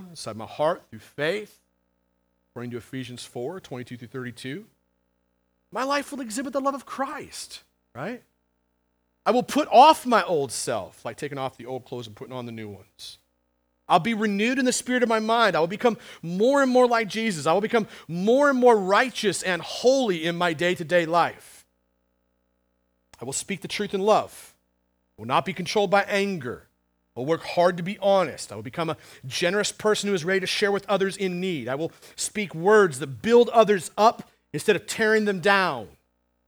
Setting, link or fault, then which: setting, large echoing room